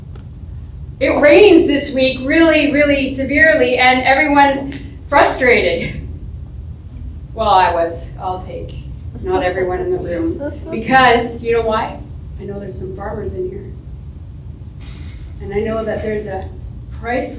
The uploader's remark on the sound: our live service at the Xtreme Theatre